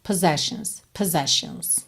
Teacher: E o O inicial é bem fraquinho.